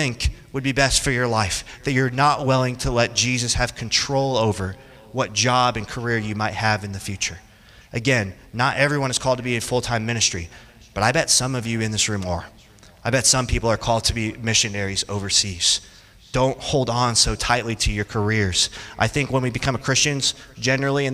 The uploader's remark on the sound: Teaches a group of college students about three realities concerning the Lordship of Christ. This sermon was preached on June 19th, 2023 in Orlando, Florida.